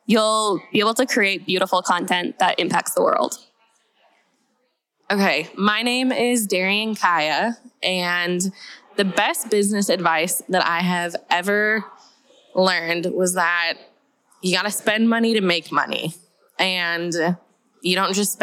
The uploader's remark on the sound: At The Heart Conference earlier this year we had a bunch of attendees sit down and share each of THEIR biggest lessons they’ve personally learned in their business. We LOVED getting the opportunity at the conference to just point the mic at YOU.